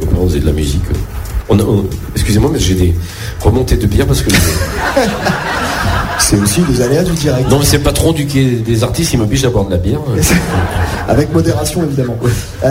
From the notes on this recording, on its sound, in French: sur la scène du quai des artistes